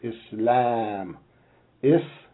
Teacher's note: The la is long.